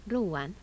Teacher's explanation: An allophone of U, an intervocalic glide.